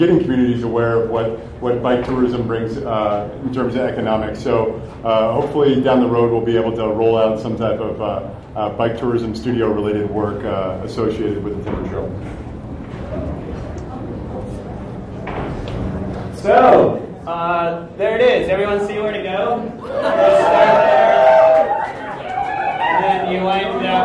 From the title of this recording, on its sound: LIVE announcement of the Oregon Timber Trail at Base Camp Brewing